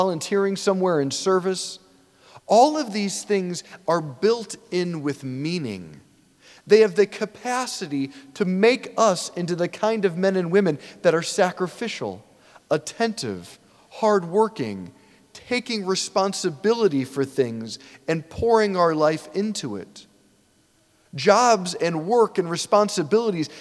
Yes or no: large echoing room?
yes